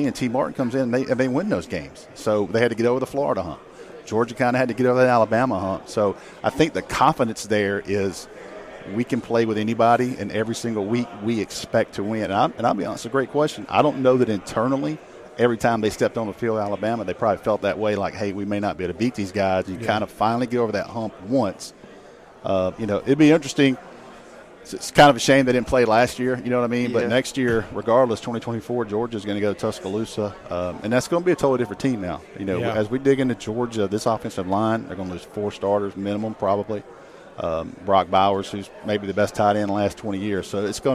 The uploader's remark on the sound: joined us live from 2023 SEC Media Days!